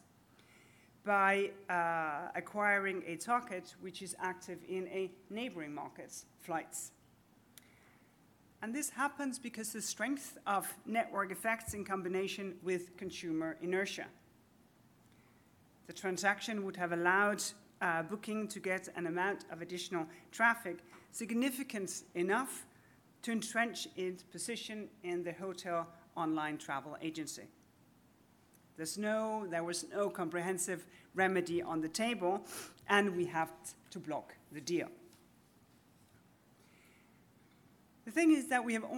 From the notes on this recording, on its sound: At the Tech Antitrust conference held in Palo Alto on January 11, 2024. By Concurrences in partnership with Clifford Chance and Compass Lexecon.